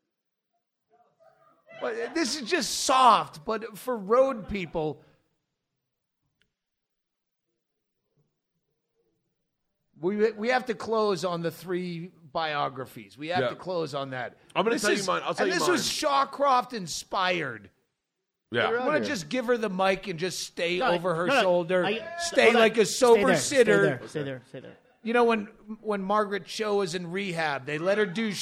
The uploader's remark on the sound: Live from Bisbee, AZ. Hang out on stage at The Royale Theater.